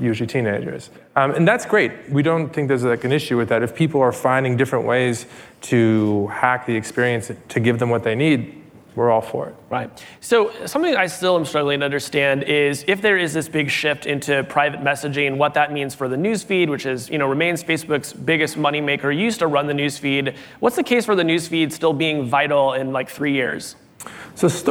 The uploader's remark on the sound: Live at Code 2019. In these live interviews from the 2019 Code Conference.